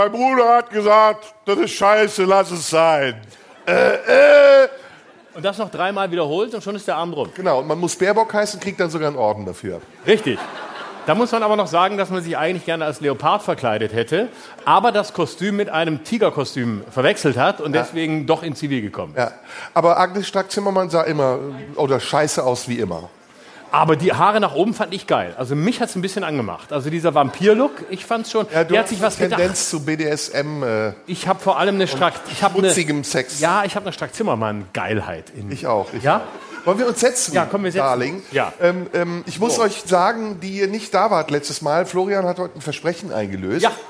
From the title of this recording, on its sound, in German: Live im Tipi